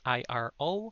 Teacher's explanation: Iro with a glottal catch at the end means dog.